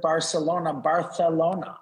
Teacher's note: everything that's got an S sound has a TH sound to it now